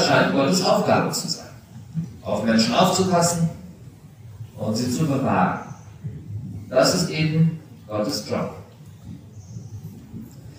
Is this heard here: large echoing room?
yes